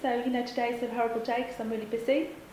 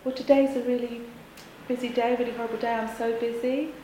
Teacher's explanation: The main difference with the camp voice is that it tends to be a bit more direct and a bit sharper, and the vowel length tends to be shorter. · Shown in: first take